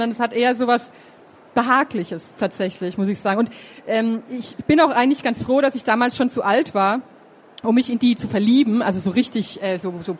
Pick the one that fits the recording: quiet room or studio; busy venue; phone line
busy venue